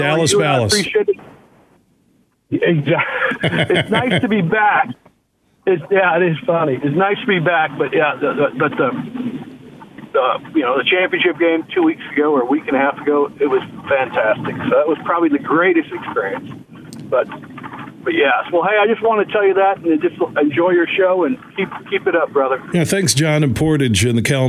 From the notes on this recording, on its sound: we took your calls throughout the show